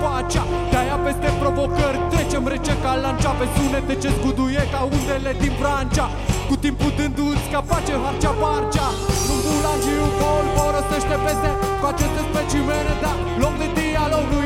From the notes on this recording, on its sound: Live la Street Delivery Iasi, 2015. Multumim baietilor de la sunet pentru inregistrare Inregistrat la Street Delivery Iasi, 2015.